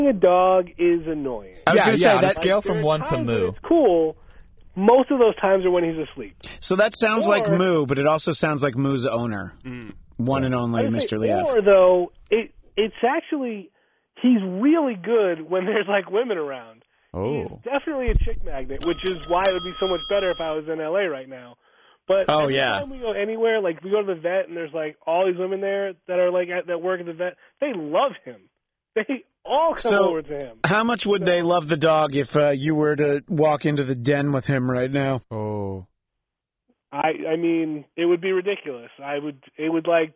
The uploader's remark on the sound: joined on the phone